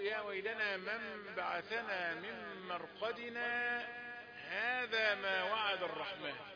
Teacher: السكت من غير تنفس وسكت بمقدار حركتين ما يزيدش عن حركتين